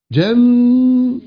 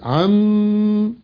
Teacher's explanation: الغنة تطلع من الأنف خيشوم